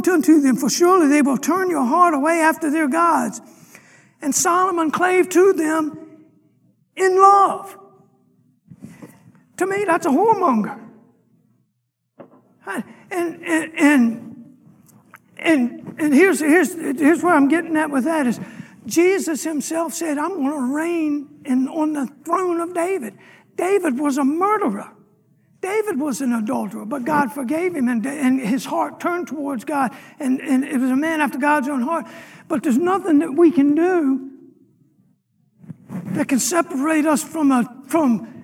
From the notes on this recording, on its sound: Sunday morning lecture